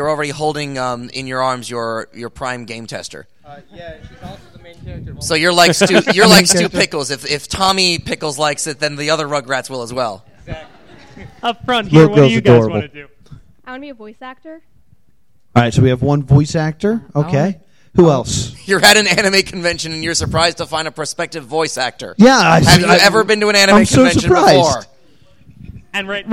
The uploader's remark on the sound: panel that performed at Nekocon